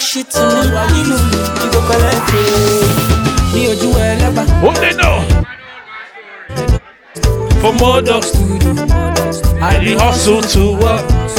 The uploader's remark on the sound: Live Set From Sika Brunch Party